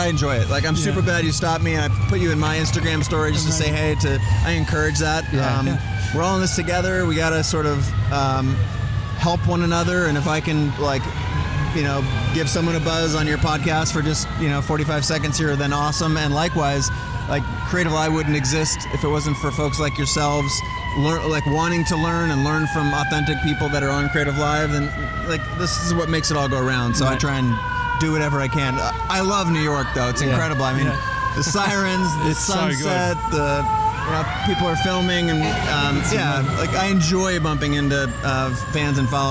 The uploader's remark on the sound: we're live from outside The Flatiron Building